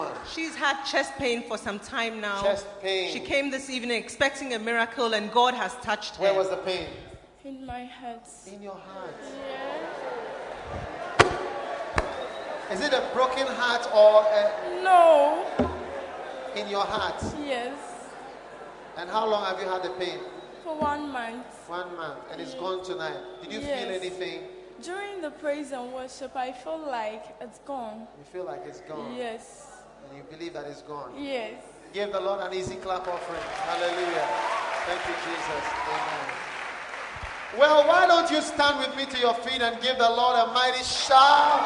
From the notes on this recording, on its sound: Preached at the Korle Gonno Cathedral in 2001.